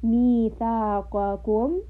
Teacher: So we want to switch the makharij from upper palate, from the hard palate to the soft palate. And then we also want to make sure the qaf is heavy and gaf is light.